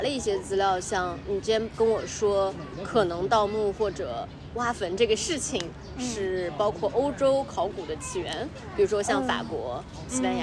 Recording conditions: outdoors